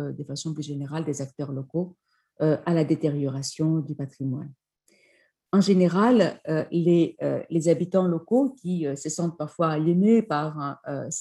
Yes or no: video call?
yes